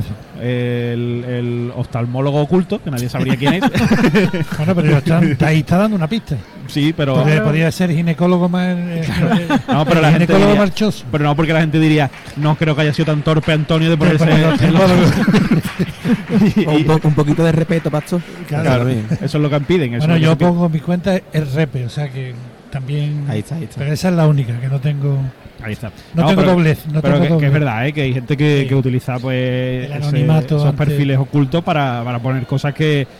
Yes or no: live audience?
yes